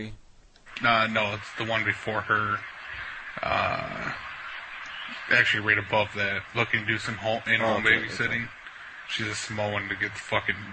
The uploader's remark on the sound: Prank Phone Calls